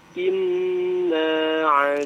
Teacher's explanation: Inna panjang dua harokat.